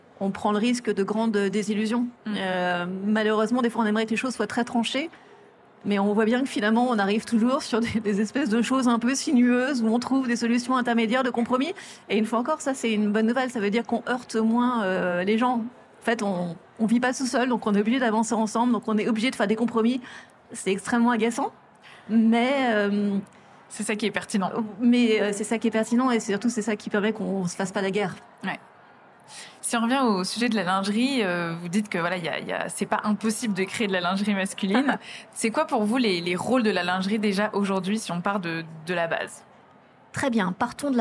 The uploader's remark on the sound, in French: série spéciale enregistrée au Salon International de la Lingerie